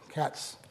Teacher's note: There's a hissing sound, but there's no voicing. So that's not a Z sound, it's an S sound.